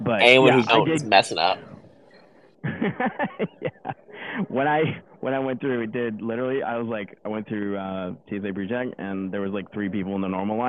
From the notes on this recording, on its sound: In this episode we recorded LIVE from the conference floor at RenderATL!